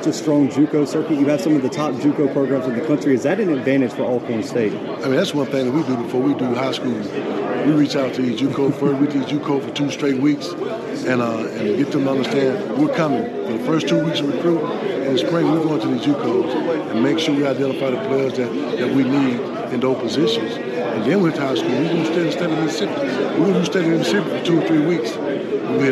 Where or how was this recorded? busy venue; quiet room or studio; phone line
busy venue